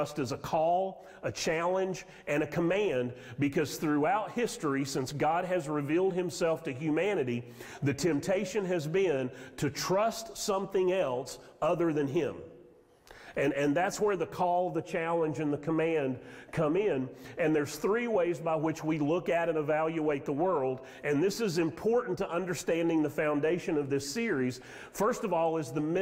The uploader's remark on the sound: Sermon audio from Mission Church in Locust, NC.